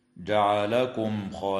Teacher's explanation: إظهار شفوي للميم الساكنة عند الخاء في قوله تعالى: جعلكم خلائف